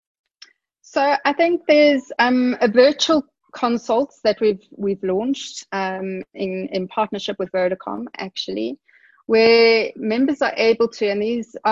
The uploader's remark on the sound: Via a Zoom call.